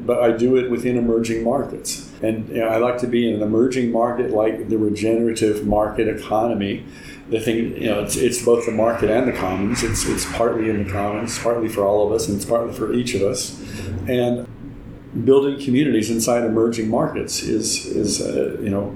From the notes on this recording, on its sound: Recorded at the ReGen18 conference in May 2018. In this short interview. Sits down for an in-person interview. Recorded at the ReGen18 conference in May 2018.